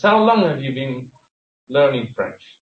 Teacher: The important things which are given emphasis in this sentence is learning French.